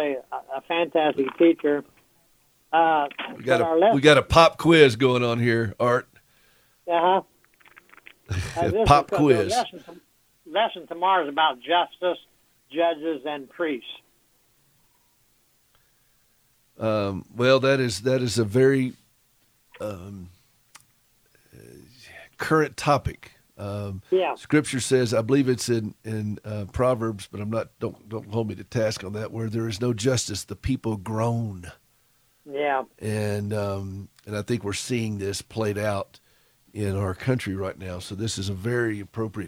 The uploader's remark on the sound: listeners who call